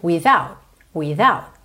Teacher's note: Without termina com essa letra T consoante oclusiva, que pode aparecer mais, menos ou quase nada, ok? Então pode ser without, without.